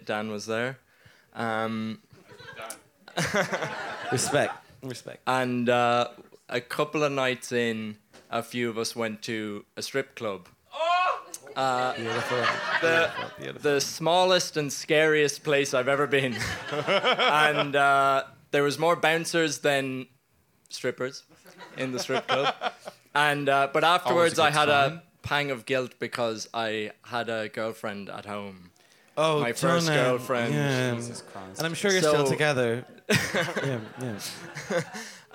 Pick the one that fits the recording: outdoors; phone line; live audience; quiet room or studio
live audience